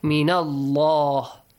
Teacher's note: the letter lam in the word Allah would be pronounced with a heavy sound